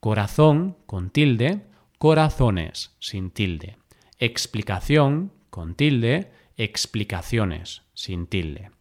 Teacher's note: Hay algunas palabras que llevan tilde en su forma singular, pero no en plural, ya que la sílaba tónica cambia y pasa de ser aguda a ser llana